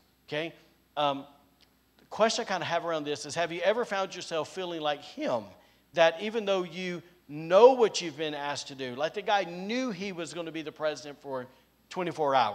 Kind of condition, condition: setting, large echoing room